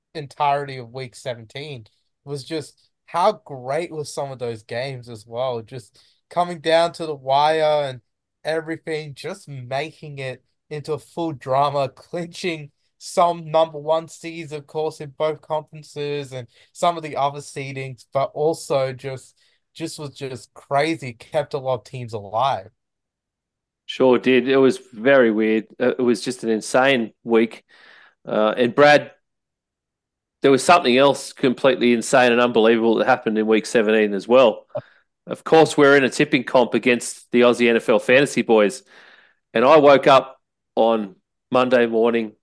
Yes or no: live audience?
no